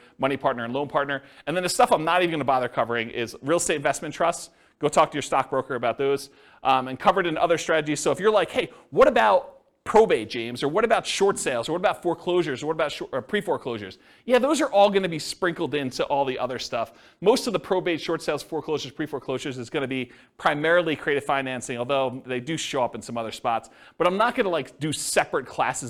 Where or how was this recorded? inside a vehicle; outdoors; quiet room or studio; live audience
live audience